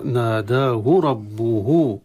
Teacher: أما الهاء في ناداه فيه ليست فيها صلة، يعني ناداه ربه، لما نقرأ نجد ناداه ربه، الهاء الأولي ما نأتي في مد الصلة أو مد الطبيعي أو كالمد الطبيعي، بينما الهاء الثاني هي التي نأتي بها ونشبع الحركة، لأنها وقعت بين متحركين، الأولى وقعت بين ألف وبين الراء، وللعلم أن الراء حكمها التفخيم لأنها مفتوحة.